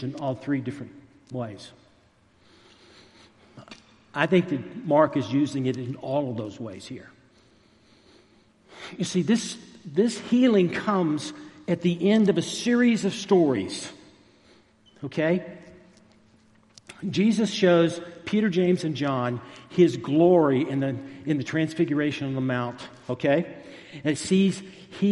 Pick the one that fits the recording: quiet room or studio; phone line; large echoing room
large echoing room